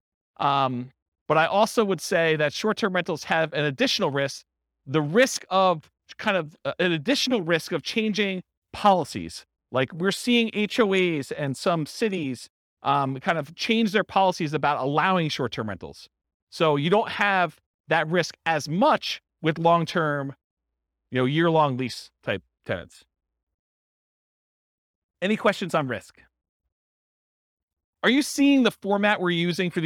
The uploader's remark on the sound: This was a live class recorded.